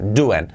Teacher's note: la g del final prácticamente no se pronuncia